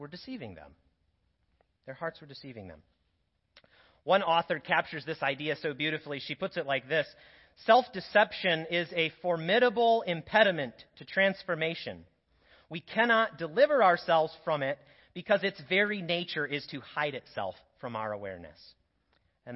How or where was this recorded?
large echoing room